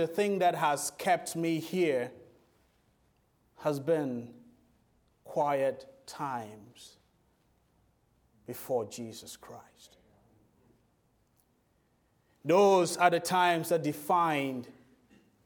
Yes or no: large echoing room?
yes